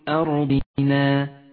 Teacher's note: حاذر من تفخيم هذه الهمزة لأن الراء التي بعدها مفخمة، أي لا تقل هكذا أرضنا وقل أرضنا، لأن الهمزة حرف مقطوع دائما يخشى من تفخيمه إذا جاء بعده حرف مفخم.